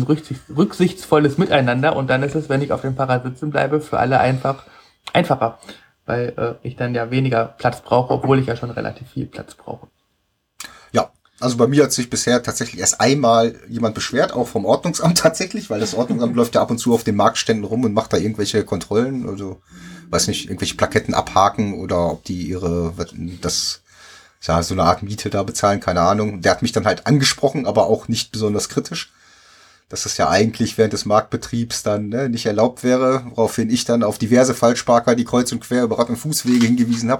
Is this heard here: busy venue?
no